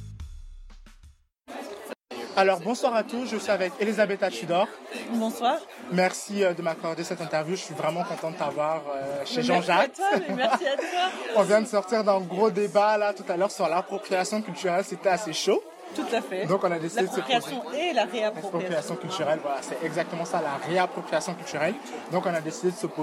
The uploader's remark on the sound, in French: Ce podcast a été enregistré au Pub Saint-Lazare dans la rue.